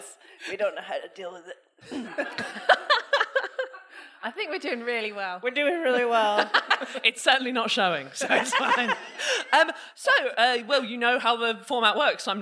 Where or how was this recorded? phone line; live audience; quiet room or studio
live audience